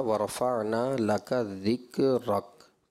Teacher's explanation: یہ کاف جو ہے یہ بھی غیر کلکلا ہے۔ اس میں ایک آواز پیدا ہوتی ہے صفت ہمس اور صفت شدت کے اشتراک سے، اس آواز میں اور کلکلا والی آواز میں فرق ہے۔